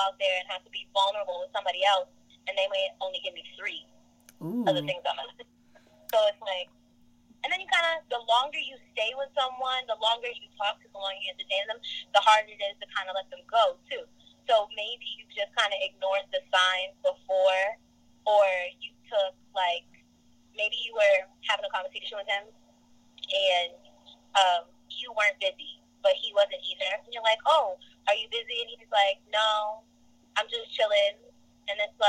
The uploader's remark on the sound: call in guests